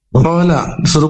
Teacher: huruf lam berikutnya itu makhrajnya di tepi lidah yaitu menyentuh gigi atas